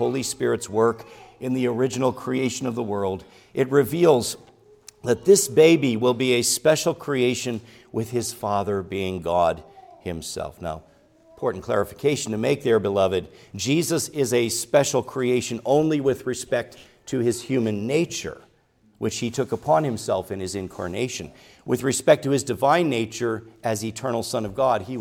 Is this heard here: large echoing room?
yes